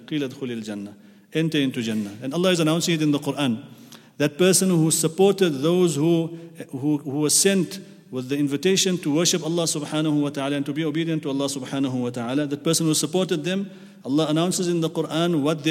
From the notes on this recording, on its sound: at the Houghton Masjid (West Street)